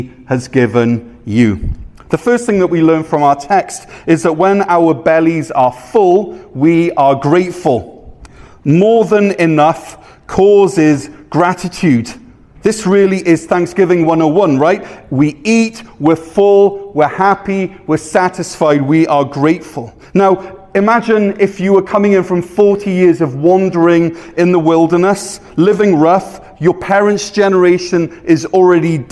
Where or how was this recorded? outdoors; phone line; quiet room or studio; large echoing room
large echoing room